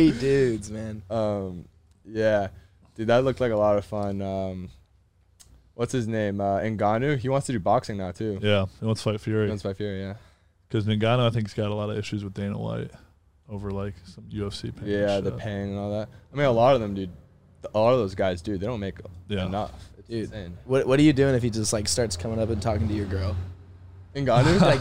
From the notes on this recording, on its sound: in the truck